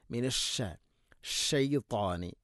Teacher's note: Najwa മിനശ്ശൈത്താനി മിനശ്ശ ഷീൻ ഉച്ചരിക്കുമ്പോഴൊക്കെ, ഒരുപക്ഷെ കാണുമ്പോഴും കേൾക്കുമ്പോഴൊക്കെ വളരെ എളുപ്പമായിട്ട് തോന്നും, എന്നാൽ ഷ എന്ന് അതിനെ തഫഷി എന്നൊരു സിഫത്തുണ്ട്, അതിനെ പരത്തി കൊണ്ടുവരണം. അതിനെ മിനശ്ശ ഷൈത്താനി ഇങ്ങനെ തന്നെ പറയണം.